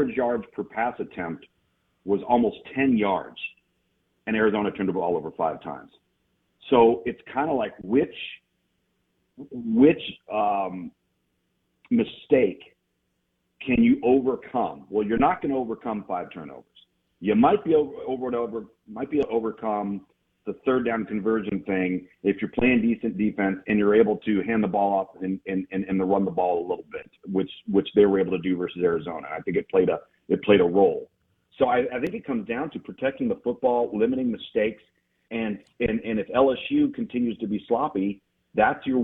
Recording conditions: phone line